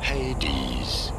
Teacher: You do want to stress on the first syllable, the he syllable.